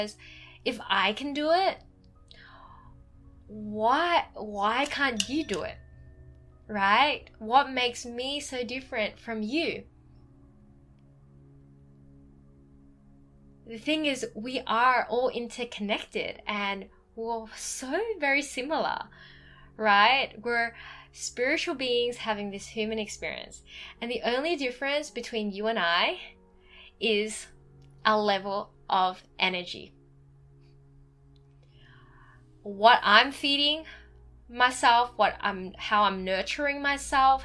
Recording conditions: sounds in the background